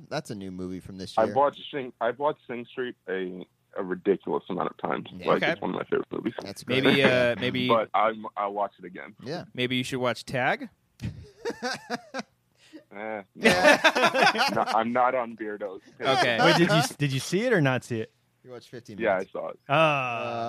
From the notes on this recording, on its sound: the boys are back to take many phone calls with their awesome Patrons